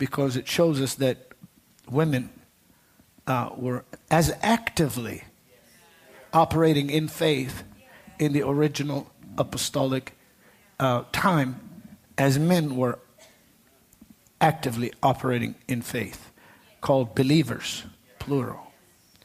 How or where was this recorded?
large echoing room